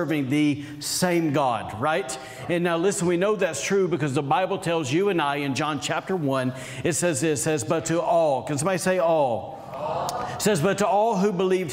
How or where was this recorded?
large echoing room